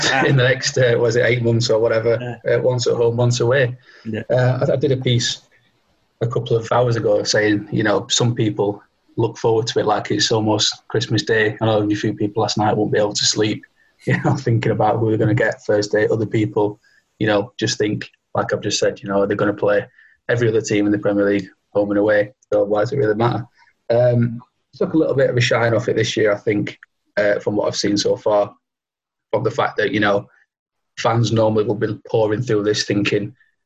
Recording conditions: video call